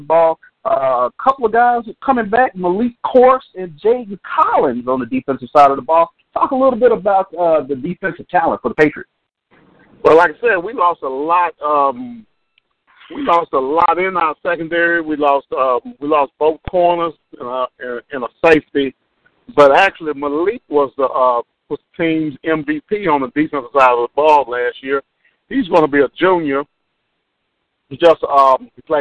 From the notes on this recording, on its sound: 87.9 FM Prairie View, TX. Phone Interview.